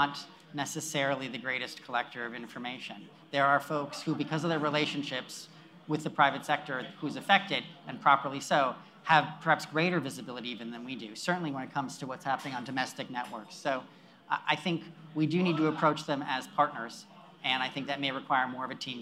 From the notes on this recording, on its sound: highlights from Beat the Breach, an event cohosted by Passcode and Invincea during the RSA Conference in San Francisco